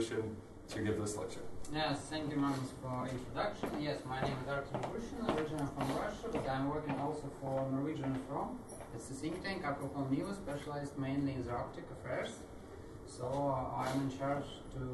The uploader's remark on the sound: This time with a lecture for economics students from Gothenburg University, which was part of a series of lectures on Chinese society that Nordic Centre organized for them.